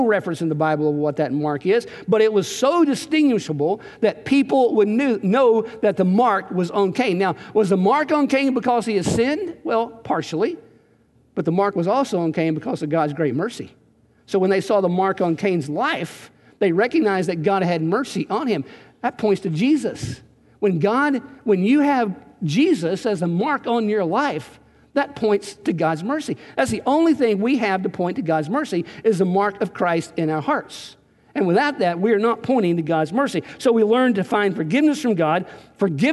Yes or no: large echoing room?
yes